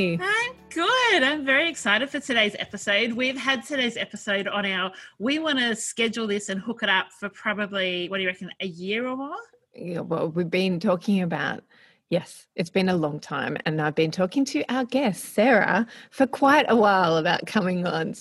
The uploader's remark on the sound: we are still recording at home via Zoom, so our sound quality isn't at it's best today, so please accept our apologies